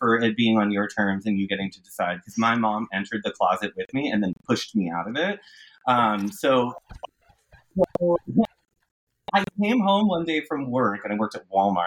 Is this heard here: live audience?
no